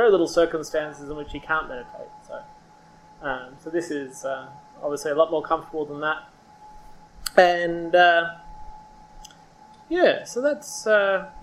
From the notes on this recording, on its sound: This session has considerable background noise and due to the heat is shorter than the expected 60 minutes. Hosts this weeks session at the Roleystone Family Centre.